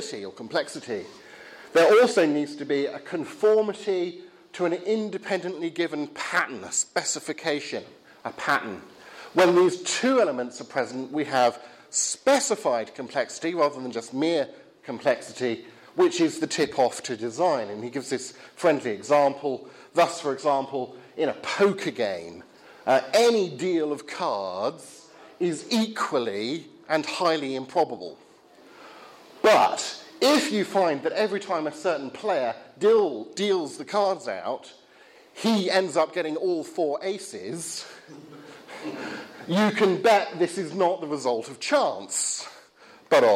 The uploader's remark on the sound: Talk from the Reasonable Faith series at Highfield Church Southampton, Sunday 9th October, 2016.